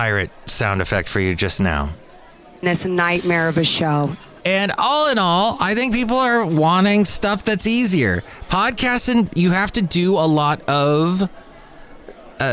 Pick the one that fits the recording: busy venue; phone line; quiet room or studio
busy venue